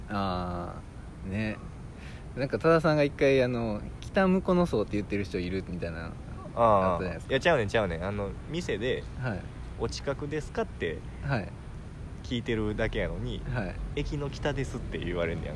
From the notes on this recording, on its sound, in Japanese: 武庫之荘にあるカリカエ公園の石のベンチで収録しました。